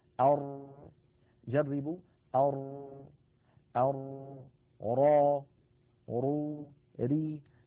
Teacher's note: الانحباس عند نطق الراء ليس انحباسا كاملا كانحباس النون، وليس جريانا كاملا كجريان مثلا أش أو أص هكذا.